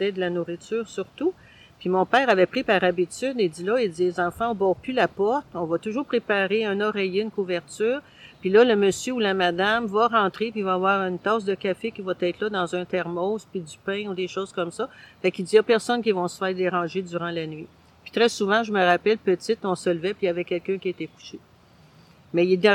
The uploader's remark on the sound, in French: En direct du Parc Luigi-Pirandello.